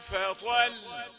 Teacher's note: طأ بين أنها مفخمة واللام مرققة